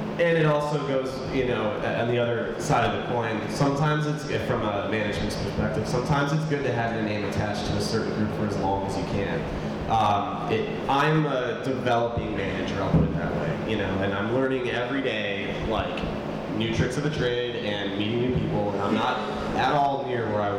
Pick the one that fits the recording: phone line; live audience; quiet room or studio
live audience